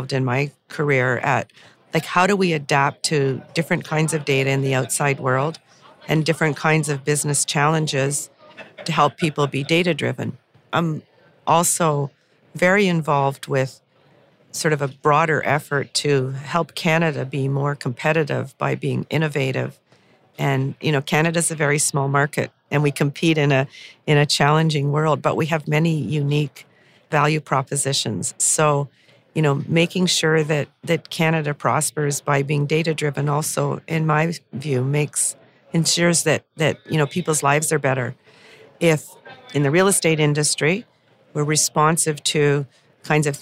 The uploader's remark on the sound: Recorded at the Toronto Real Estate Forum